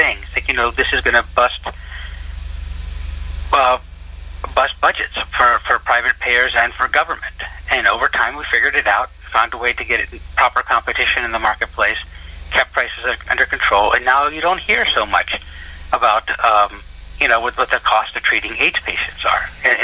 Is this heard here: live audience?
no